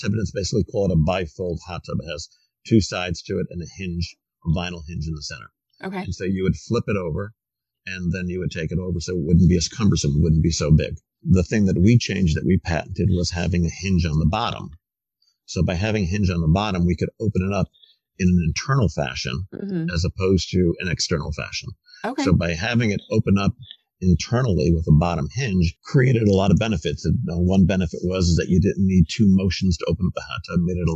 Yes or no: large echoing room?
no